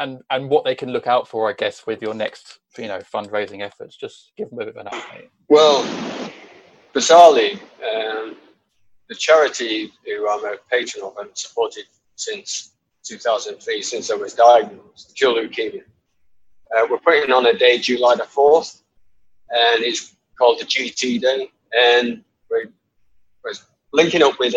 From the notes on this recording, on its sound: Apologies the audio isn't amazing, the perils of Zoom!